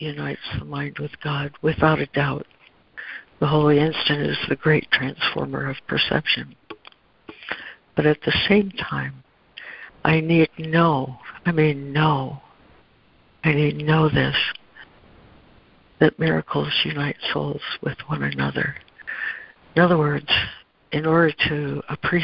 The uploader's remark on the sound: ACIM Daily Conference Call